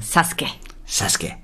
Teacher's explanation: Das U spricht man nicht, aber das wusste damals die deutsche Synchro nicht, deswegen hieß er Sasuke.